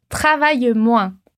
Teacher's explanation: a gente diz travaille com o som de I alongado para os dois L's